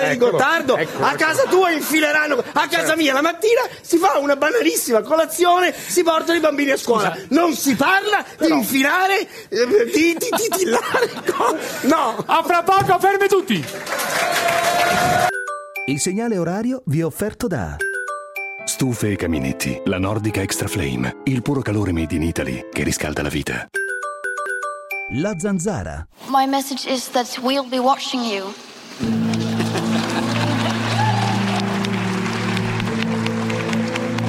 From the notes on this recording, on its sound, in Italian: Puntata speciale "live" da Roma con una raffica di ospiti incredibili e pubblico incontrollabile.